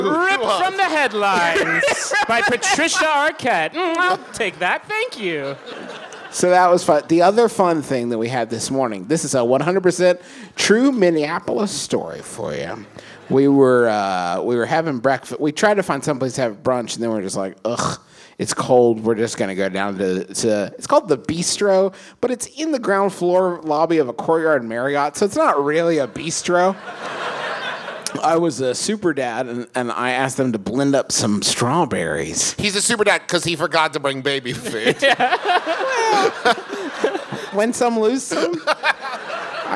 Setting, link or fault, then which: setting, live audience